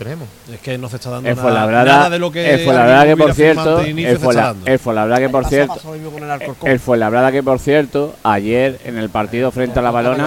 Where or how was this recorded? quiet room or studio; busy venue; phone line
busy venue